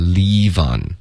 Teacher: 这个 live 的 i 舌根别太高